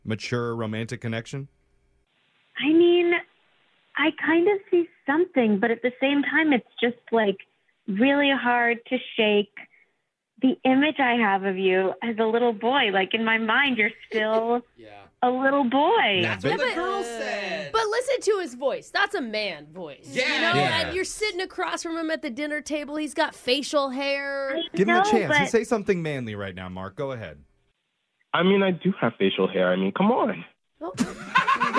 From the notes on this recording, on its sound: Awkward Tuesday Phone call